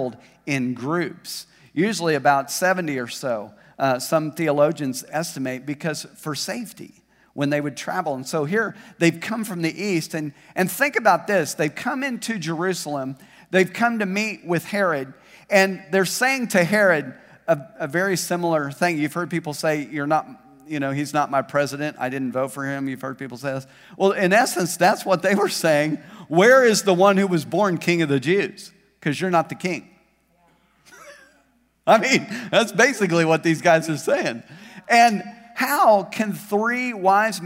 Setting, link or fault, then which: setting, large echoing room